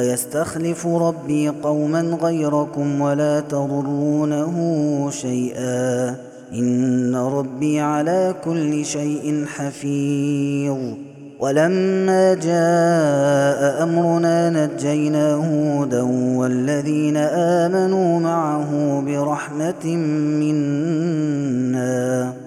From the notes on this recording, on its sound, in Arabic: هذا التسجيل من صلاة التراويح